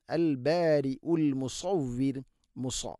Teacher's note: സ്വാദ് ഇസ്തിഇലാഇൻ്റെ അക്ഷരമാണ്, സ്വരഭാരത്തിൽ ഉച്ചരിക്കണം, നാവിൻ്റെ മധ്യഭാഗം അണ്ണാക്കിലേക്ക് ഉയർന്ന് നിൽക്കണം. ശേഷം അൽ മുസവ്വിർ, മുസവ്വിർ എന്ന് വഖഫ് ചെയ്ത് മുസവ്വിർ, റാഇനെ തർഖീഖ് ചെയ്യണം.